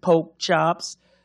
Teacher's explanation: British stopped pronouncing their R's, in particular after a vowel